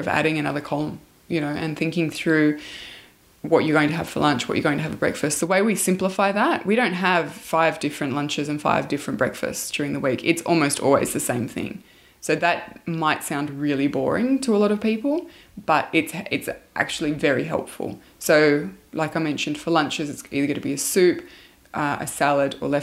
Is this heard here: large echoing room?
no